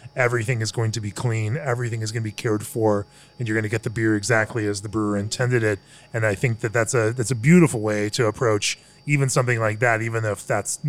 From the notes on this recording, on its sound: Recorded at the brewery.